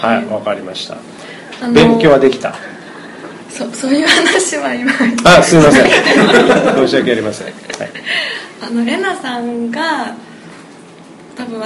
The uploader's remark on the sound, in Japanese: 梨大のBistro6942で行われた公開収録イベント。大勢のリスナーを目の前にして。